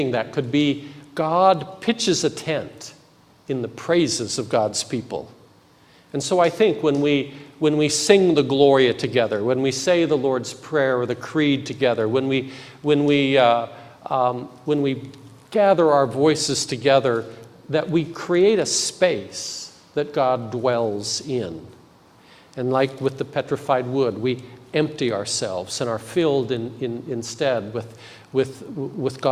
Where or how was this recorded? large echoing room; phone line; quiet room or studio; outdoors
large echoing room